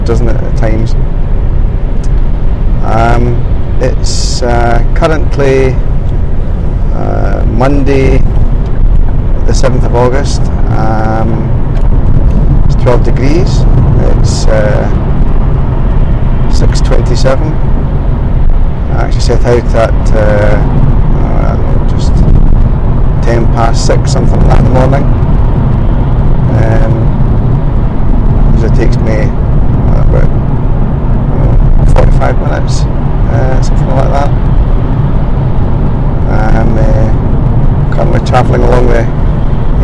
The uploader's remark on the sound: A Rambling Drive Into Work. Please excuse the audio quality in the episode & feel free to skip if it's too painful on the ears.